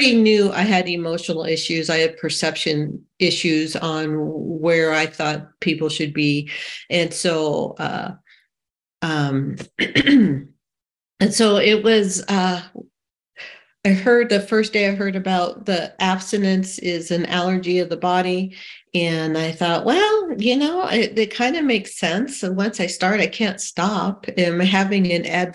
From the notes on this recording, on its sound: Saturday Online Meeting. This recording is from an Overeater Anonymous H.O.W.